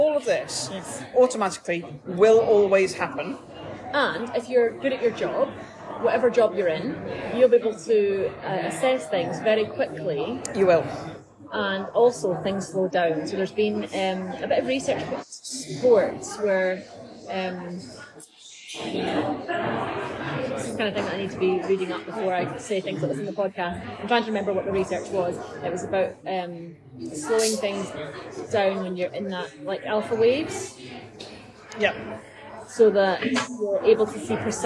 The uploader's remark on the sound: Please note there is a bit more noise than usual on the first part of this podcast - sorry! These episodes are recorded chats in Starbucks so may have more background noise than a usual podcast.